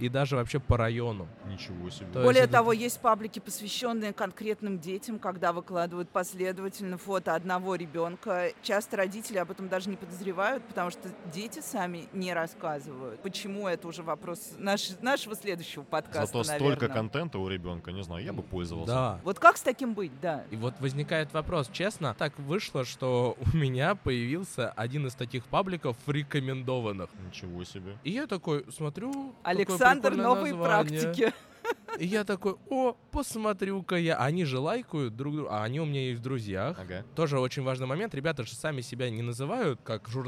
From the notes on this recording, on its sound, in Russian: Третий эпизод у нас получился необычным, потому что мы записывали его на Форуме классных руководителей и наставников, который проходил в преддверии Дня учителя.